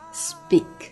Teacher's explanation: s,轻辅音 s,后面跟着 p,那么 p,浊化成 b